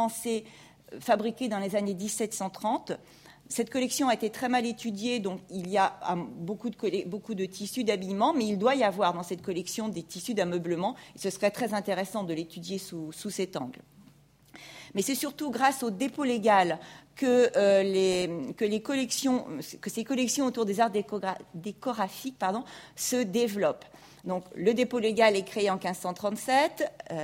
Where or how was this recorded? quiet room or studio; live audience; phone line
live audience